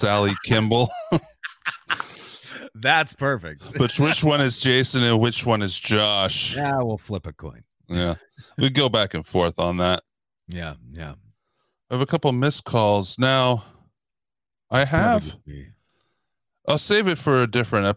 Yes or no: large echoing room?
no